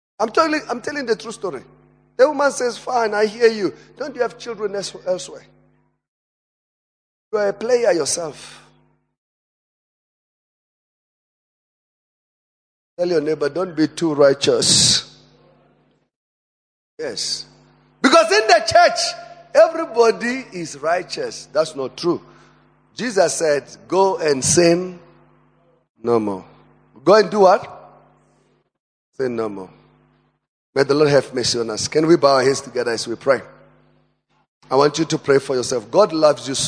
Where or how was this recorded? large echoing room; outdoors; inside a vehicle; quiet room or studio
large echoing room